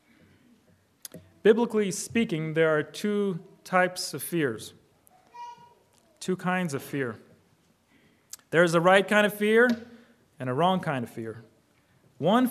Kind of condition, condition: setting, large echoing room